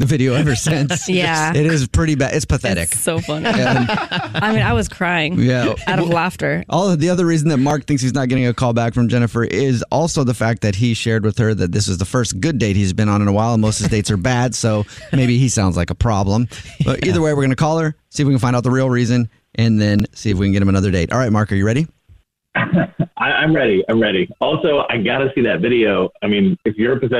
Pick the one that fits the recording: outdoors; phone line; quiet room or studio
phone line